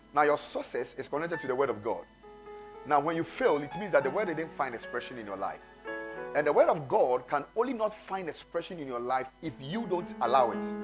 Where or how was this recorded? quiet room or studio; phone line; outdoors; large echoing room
large echoing room